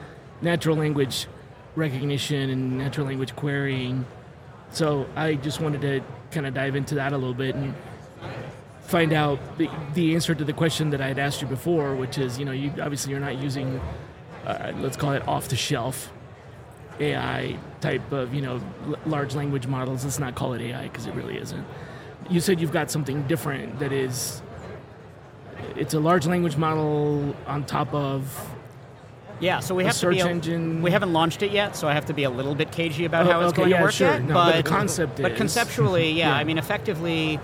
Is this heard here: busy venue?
yes